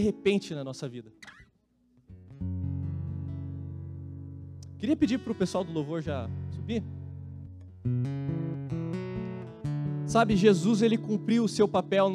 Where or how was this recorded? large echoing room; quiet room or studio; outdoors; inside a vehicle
large echoing room